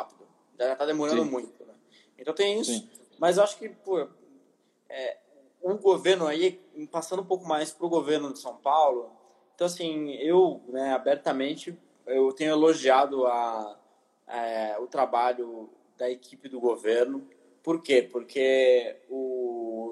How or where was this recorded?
video call